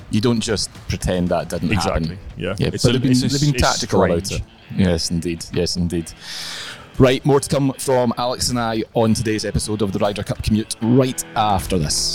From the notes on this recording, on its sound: LIVE from Rome. Live from Marco Simone Golf & Country Club.